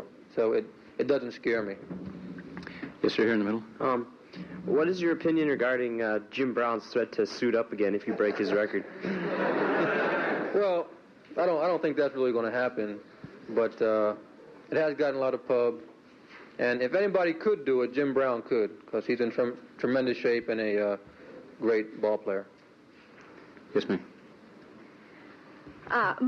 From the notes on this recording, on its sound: recorded during the Academy of Achievement's 1984 Summit in Minneapolis, Minnesota